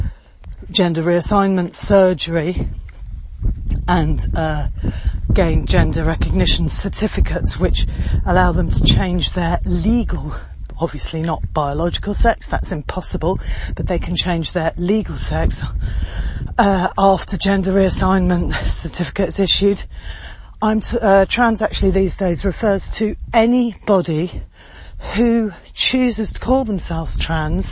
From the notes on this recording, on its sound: Walking talking audio podcast. Sound’s a bit fuzzy some of the time, mainly because I’m out on a hike over rugged ground and very steep hills, and am rather out of breath! The beautiful countryside of the Axarquia.